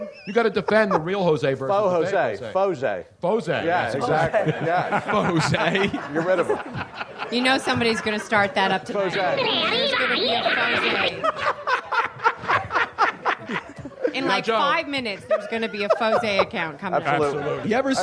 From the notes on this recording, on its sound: Live Podcast. We came out firing with a great mid February crowd and crazy show at Comedy Sports Philly.